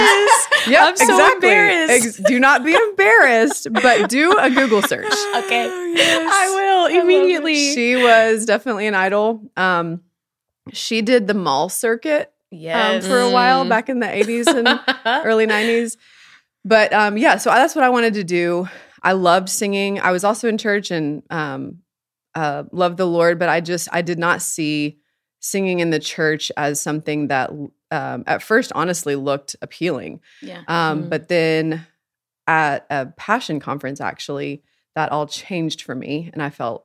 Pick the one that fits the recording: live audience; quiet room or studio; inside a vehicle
quiet room or studio